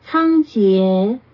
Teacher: The first syllable is even pitch. And the last is rising.